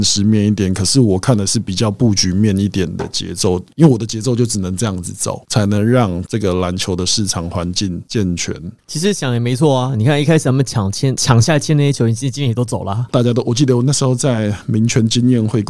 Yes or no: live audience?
no